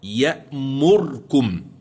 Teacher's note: فقد قرأ البصري بخلف عن الدوري بإسكان الراء